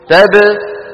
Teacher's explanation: تب قصيرة لأنها شديدة